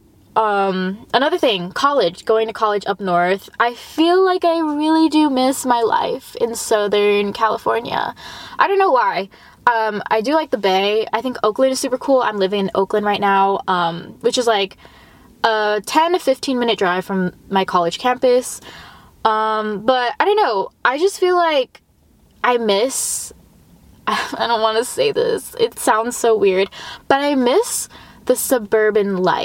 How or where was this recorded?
inside a vehicle